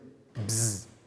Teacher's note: Des espèces de voyelles fricatives, des voyelles tellement fermées qu'il y a un bruit de friction qui se produit.